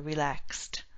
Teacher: X sounds like KS, and after a K, past tense will be a T sound, so relaxed.